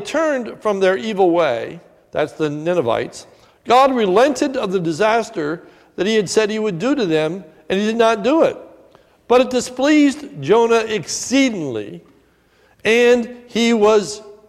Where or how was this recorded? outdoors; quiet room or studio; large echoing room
large echoing room